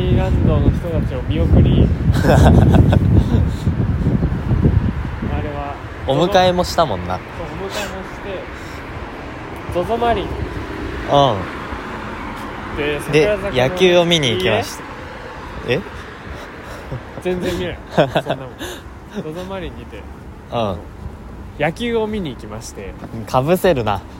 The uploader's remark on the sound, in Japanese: 京葉線 #幕張。思ったよりも車通りが多くて雑音が混ざっていますが。